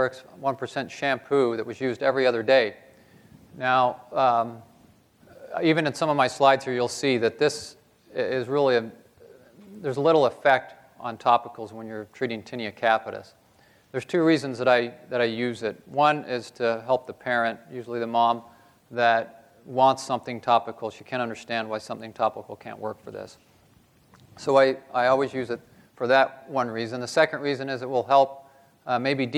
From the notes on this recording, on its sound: This podcast was recorded live at the 2014 SDPA conference in Indianapolis.